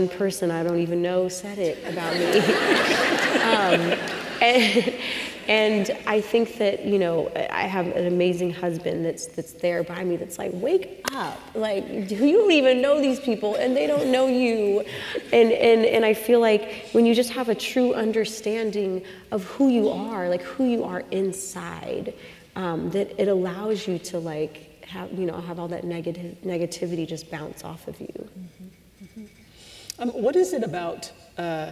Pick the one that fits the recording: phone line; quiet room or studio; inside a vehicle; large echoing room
large echoing room